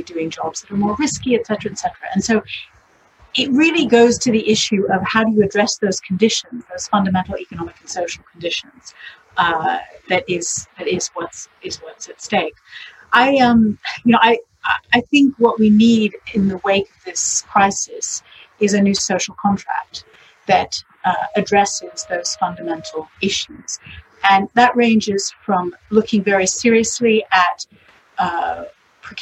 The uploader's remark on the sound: Listen to a recording of Day 2: Inclusive Societies, of The Recovery Summit, a virtual, world-wide conference focused on charting the path to global recovery from COVID-19.